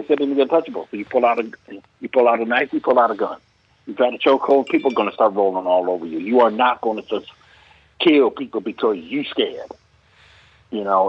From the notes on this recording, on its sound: call in guest